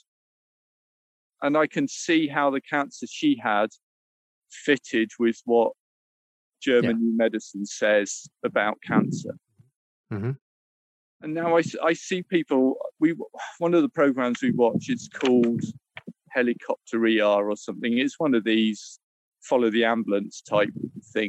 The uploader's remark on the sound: Was out a path near the ocean so there is some wind noise, especially near the end of the discussion.